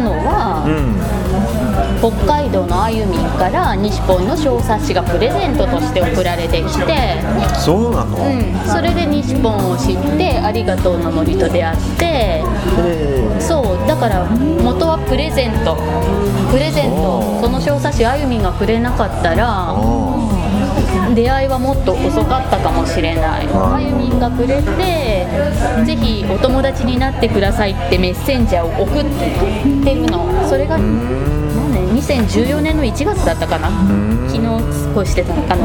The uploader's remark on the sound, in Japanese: ガストのにぎやかな店内で。対談収録しました。